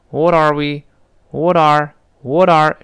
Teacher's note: 如果语速更快一点儿呢，那个 t 也有可能浊化真的，读成 what arewe，whatare，whatare，这也有可能，就看你语速的快慢了，啊。What are we gonna eat for dinner?那个 gonna, gonna 就是我们说的